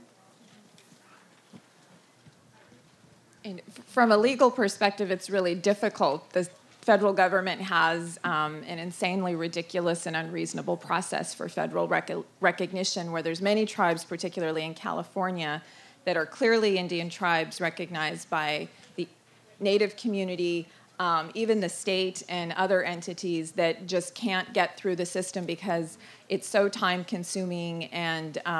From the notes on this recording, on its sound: Recorded at the 2013 Bioneers Conference.